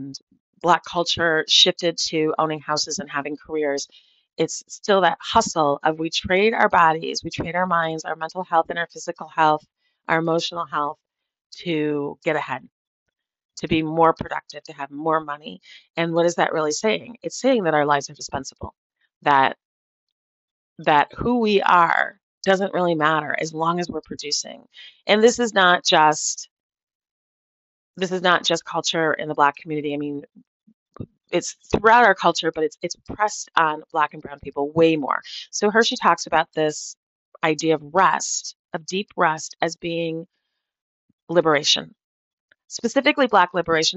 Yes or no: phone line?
no